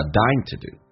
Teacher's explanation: What you've been dying todo， to 说成 t， dying ing 后鼻音说成前鼻音，叫 dyingto do。